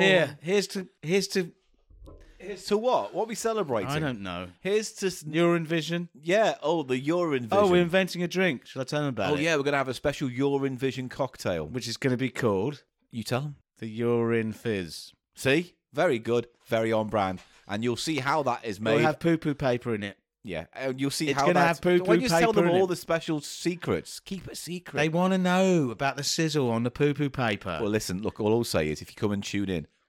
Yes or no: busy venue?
no